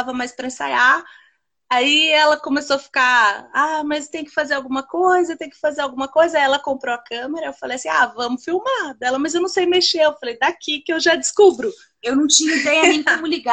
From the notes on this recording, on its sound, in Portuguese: Live ocorrida no Instagram